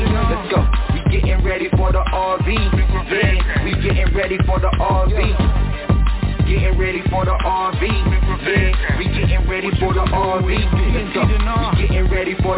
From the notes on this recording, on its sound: Conference Call